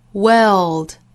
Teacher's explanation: World 这个词发成长元音的的音之后再过渡舌侧音 l